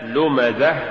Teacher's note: ولولا همس الهاء ومخرجها لصارت ألفا